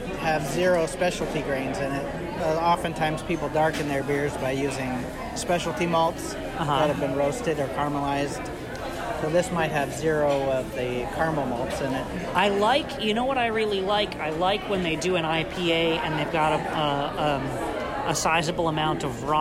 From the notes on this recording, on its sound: We recorded this session at Crabtree Ale House, so forgive the noise.